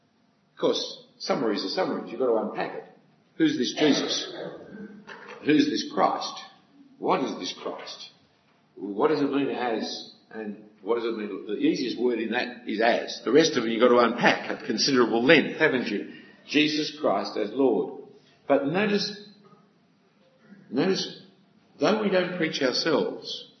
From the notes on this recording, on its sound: A talk given at an FIEC (Federation of Independent Evangelical Churches) Conference for Ministry Workers in 2014.